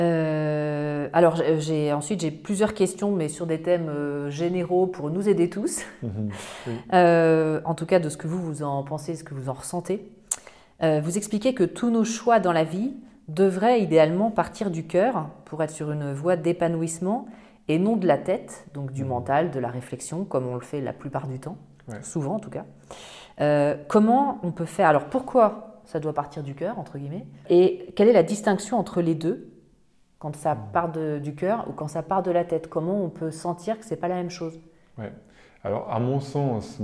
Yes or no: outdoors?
no